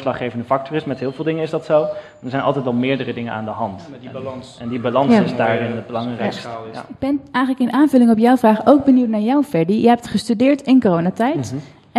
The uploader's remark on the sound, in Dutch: 1 Uur Over… is een live gespreksprogramma dat werd opgenomen in de Serre van de Botanische Tuinen in Utrecht.